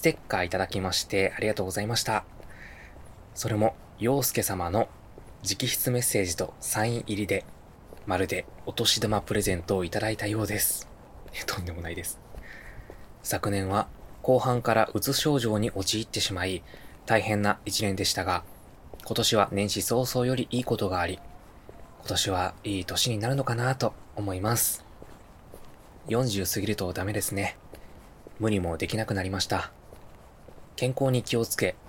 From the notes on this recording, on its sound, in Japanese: 今回は久々の散歩回。歩きながらぽつぽつとお喋りしました。